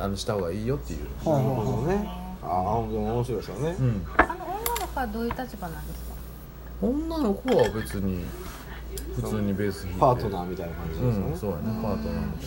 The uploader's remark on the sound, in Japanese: 神戸、SPACE DOG!RECORD(お店)より。